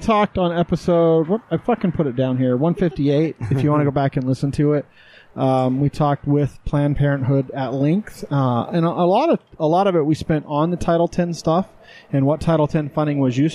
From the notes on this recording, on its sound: We take a break from the studio and record outside on the noisy patio.